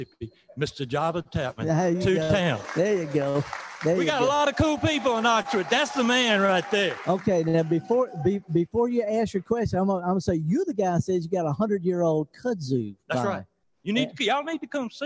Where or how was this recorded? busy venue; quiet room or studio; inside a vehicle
busy venue